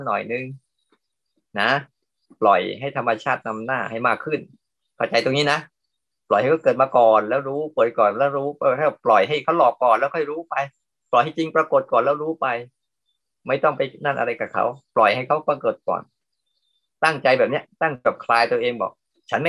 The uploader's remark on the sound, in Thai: เป็น 1 ใน 3 คอร์สออนไลน์ (ผ่านโปรแกรม Zoom) ช่วงเข้าพรรษา.